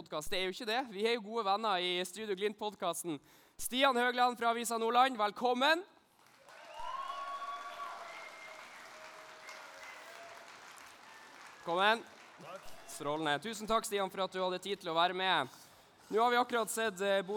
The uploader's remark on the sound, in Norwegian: LIVE podkast fra sølvfesten i Svømmehallen Scene. Under sølvfesten holdt vi en live podkast foran de oppmøtte supporterne som var klare til å ta imot og hylle Glimt-gutta.